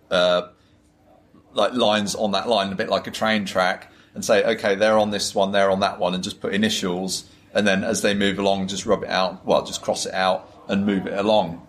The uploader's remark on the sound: recorded at GROGMEET19